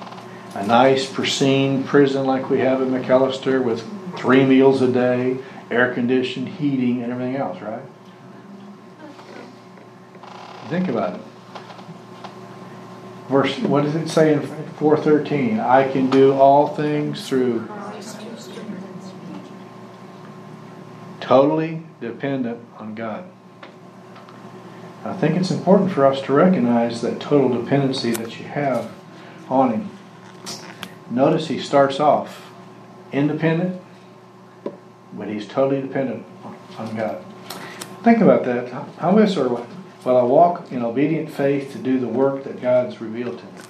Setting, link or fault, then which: setting, large echoing room